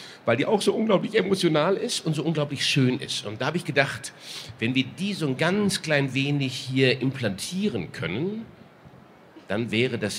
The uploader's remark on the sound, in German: Hatten einen Live-Auftritt auf der Messe „Pferd & Jagd“ in Hannover.